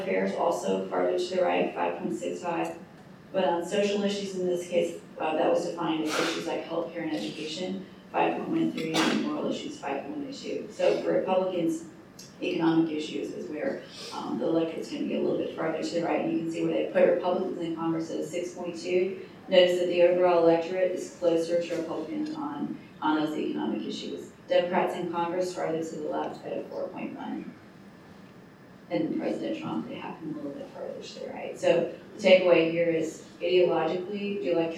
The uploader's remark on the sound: at The Ripon Society's Annual Senior Staff Symposium on Leadership at Mount Vernon